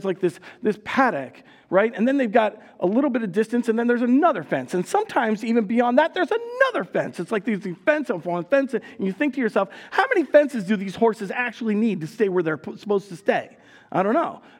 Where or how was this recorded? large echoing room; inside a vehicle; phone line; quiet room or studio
large echoing room